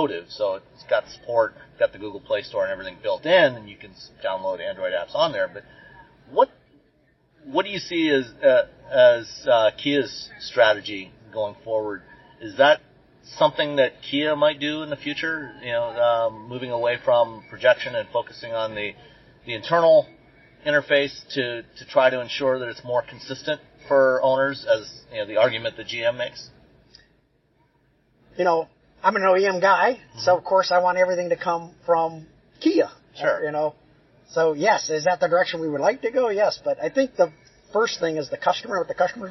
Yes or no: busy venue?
yes